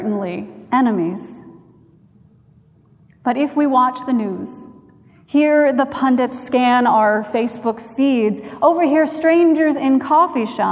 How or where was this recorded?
large echoing room